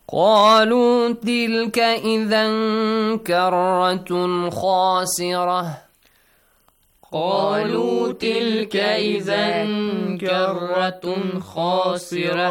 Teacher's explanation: But خاسرة will be changed to ha and سكون